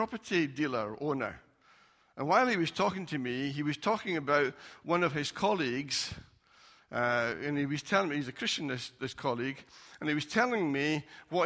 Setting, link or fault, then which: setting, large echoing room